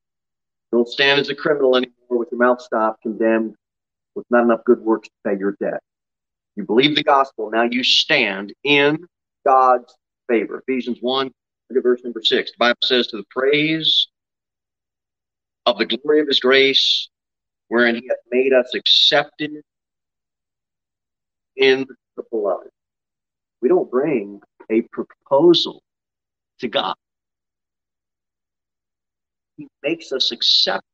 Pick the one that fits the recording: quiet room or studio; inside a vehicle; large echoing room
large echoing room